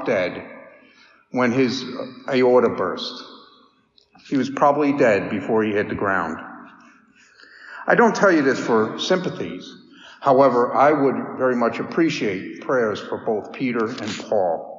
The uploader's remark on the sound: Daily Mass homily